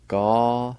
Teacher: The second part and the last part has a nasalized N sound or a faint H sound at the beginning of the N sound